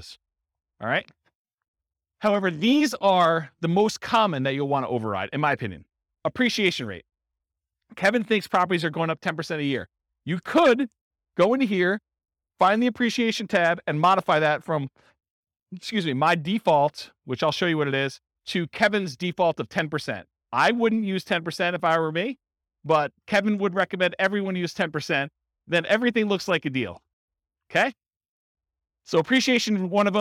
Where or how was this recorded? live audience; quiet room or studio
live audience